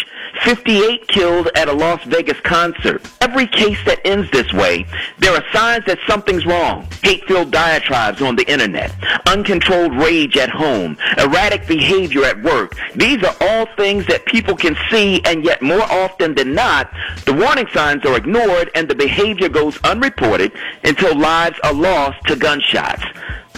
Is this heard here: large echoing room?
no